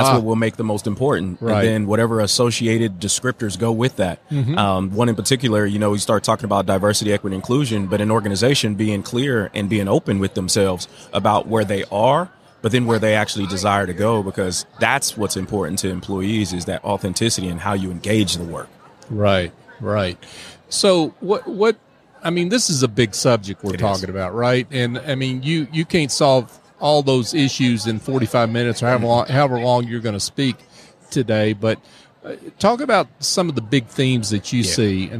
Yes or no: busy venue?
yes